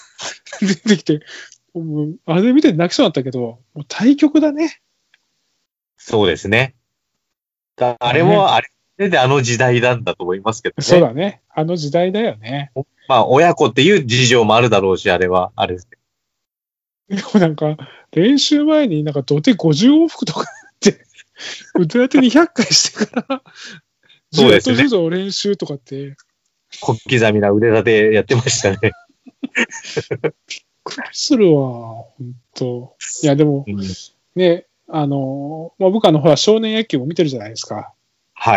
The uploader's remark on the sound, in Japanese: ちょっと音声悪いです。